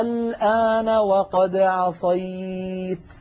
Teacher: أيضا نلاحظ هذه الألفات جاء بعدها حرف ساكن مشدد، قد يكون الساكن غير مشدد، مثلا قوله تعالى في سورة يونس الآن وقد عصيت. لاحظوا هذا حرف مد، ألف ساكنة مفتوحة ما قبلها وبعدها لام ساكنة وهي واللام غير مشددة